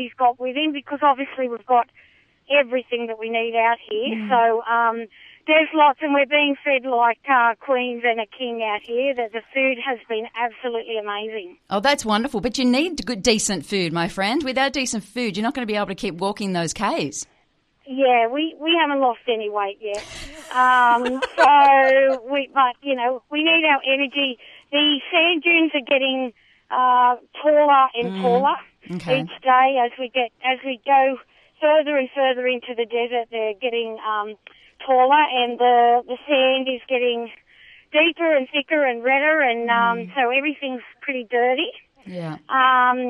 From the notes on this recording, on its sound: Live from the Simpson Desert Hike to Help Jenny's Place. A third of the way into the journey we caught up with trek leader and Jenny’s Place Community Relations Coordinator. Thanks to a trusty satellite phone.